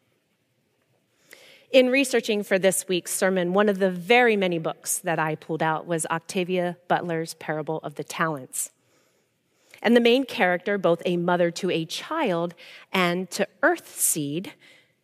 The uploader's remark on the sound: Recorded live at Beatitudes Church, Phoenix, AZ